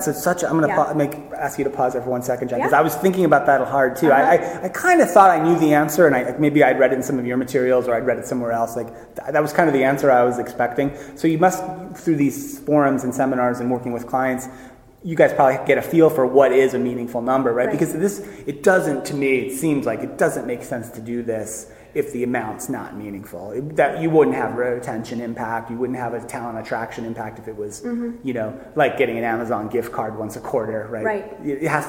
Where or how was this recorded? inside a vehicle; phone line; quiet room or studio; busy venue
busy venue